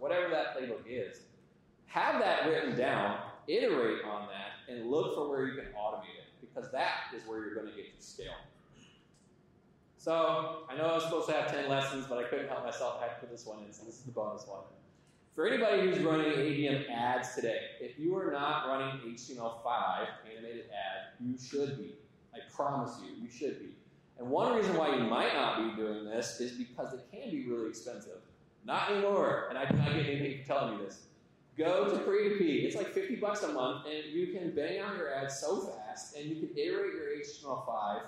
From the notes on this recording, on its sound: Audience Q&A